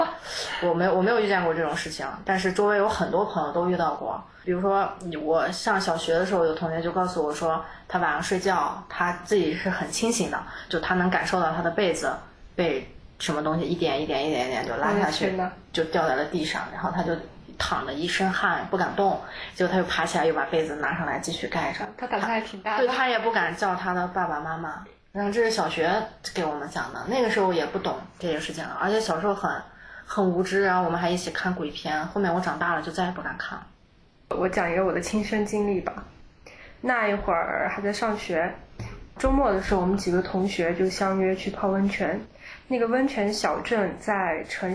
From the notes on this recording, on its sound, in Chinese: 因环境和设备问题，这期内容会有较明显的杂音